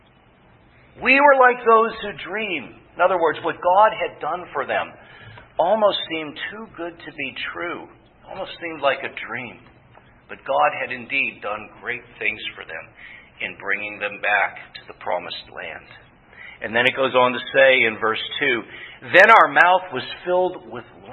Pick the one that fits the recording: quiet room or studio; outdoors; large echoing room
large echoing room